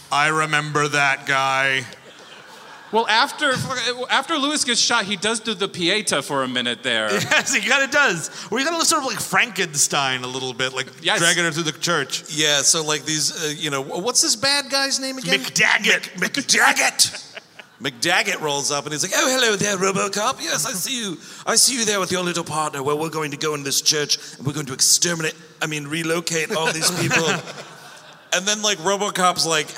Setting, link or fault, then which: setting, live audience